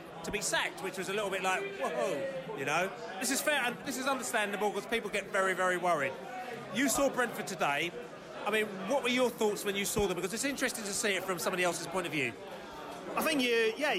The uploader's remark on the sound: post-match podcast from the pub